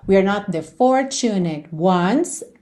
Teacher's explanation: Ones, do N vai direto pro S, tá? Não pronuncia o E.